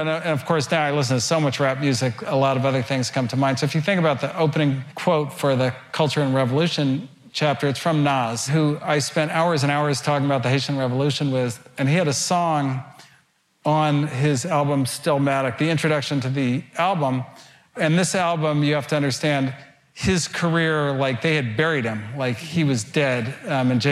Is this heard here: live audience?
yes